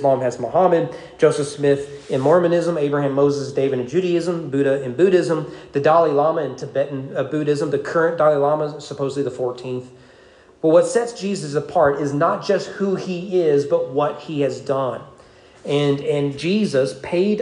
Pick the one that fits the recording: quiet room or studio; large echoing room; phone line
large echoing room